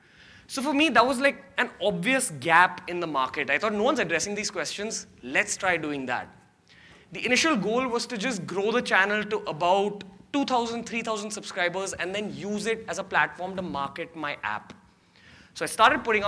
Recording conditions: live audience